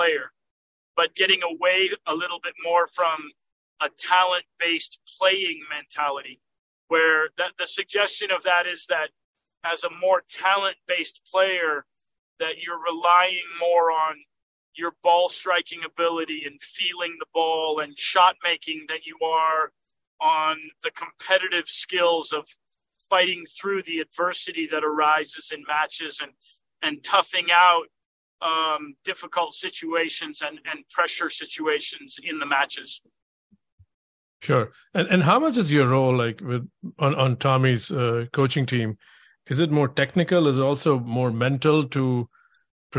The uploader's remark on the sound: while the later was driving home from the Indian Wells tournament